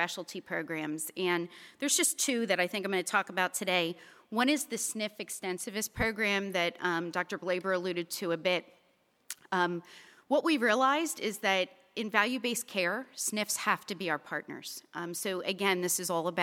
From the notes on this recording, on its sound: This episode features a live-taping of VPP's Annual Meeting that was held on 10/24/2019